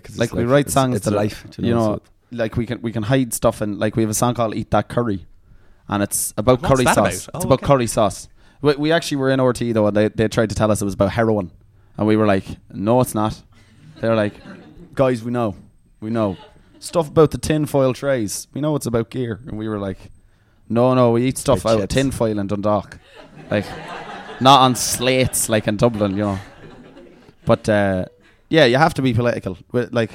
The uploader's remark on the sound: Live at Clonakilty International Guitar Festival. A live episode of the TPOE podcast recorded at O'Donovan's Hotel as part of Clonakilty International Guitar Festival 2019.